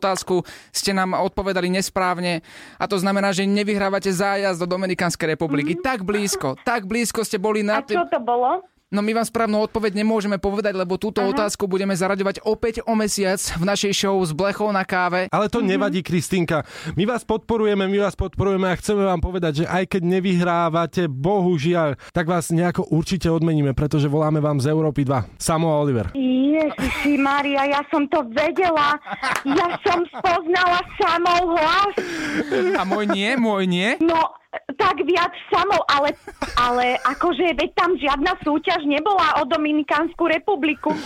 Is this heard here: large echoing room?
no